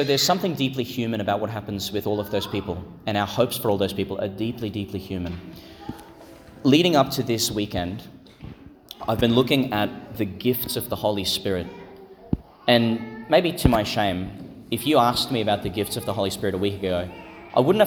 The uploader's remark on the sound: Homily for Pentecost Sunday Vigil, delivered in St Patrick's Catholic Church, Calliope, Qld.